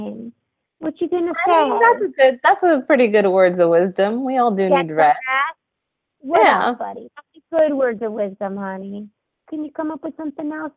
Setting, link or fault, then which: link, phone line